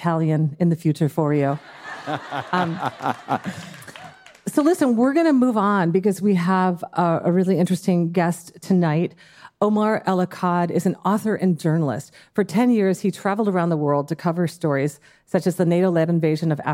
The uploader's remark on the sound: Dear Sugars returns to Portland, Oregon, for another raucous and uplifting live show.